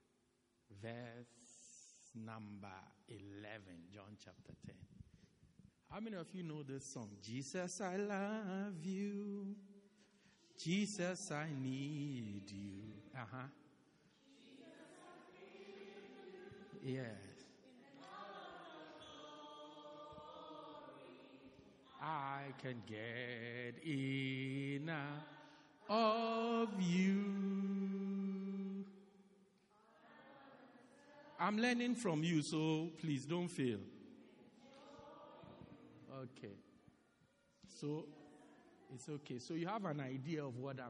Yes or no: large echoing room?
yes